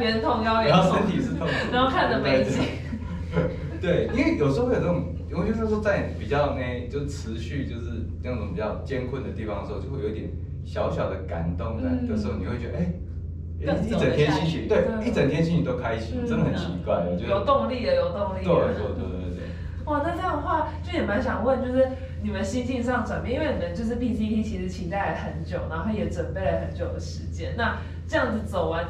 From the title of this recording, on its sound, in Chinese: 收音見諒